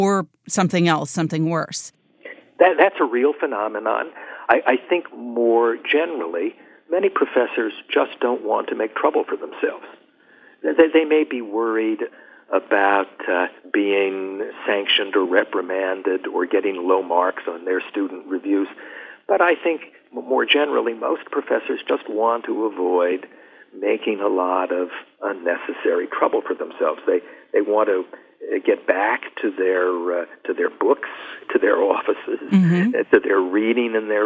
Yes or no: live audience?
no